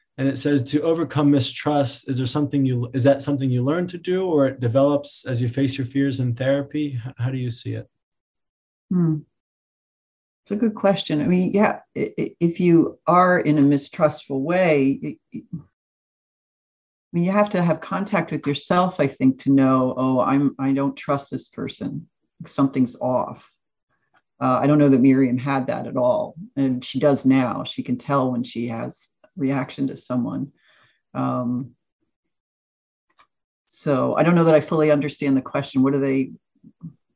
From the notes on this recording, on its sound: This episode features the audio from one of the ACO webinar presentations.